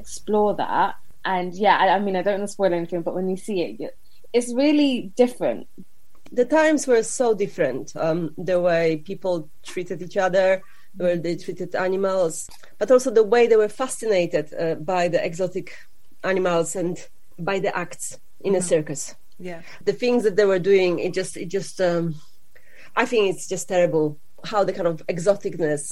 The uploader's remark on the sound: she got straight on the Zoom